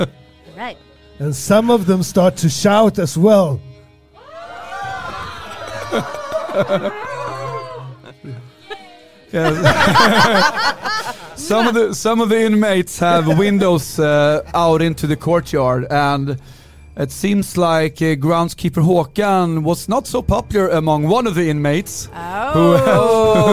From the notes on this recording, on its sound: This is a live show from Sweden Rolls Con 2023!